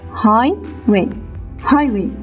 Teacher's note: The stress on the highway is on the first syllable, means on high.